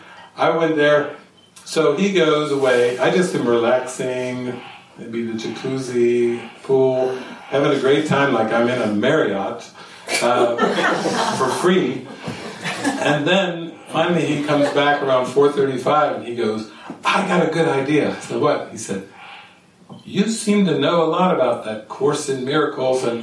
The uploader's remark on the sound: This session was recorded during a weekend retreat at the Sitio Gloria retreat center outside of Sāo Paulo, Brazil, in the late evening of November 29, 2019.